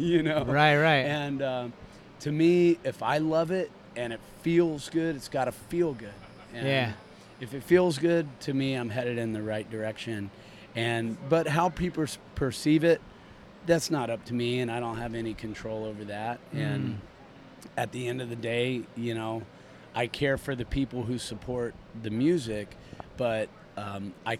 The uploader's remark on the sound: We caught up at the Sing Out Loud Festival in St.